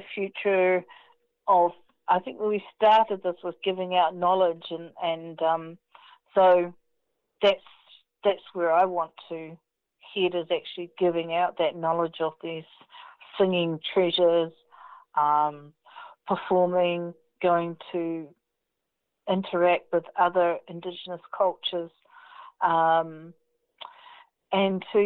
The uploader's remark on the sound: Recorded in the first days of the New Zealand Covid19 Lock down. Interviews contacted over the telephone.